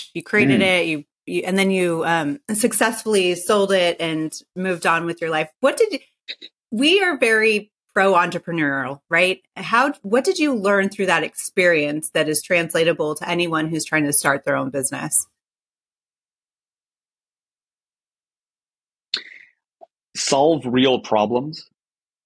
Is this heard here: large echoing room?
no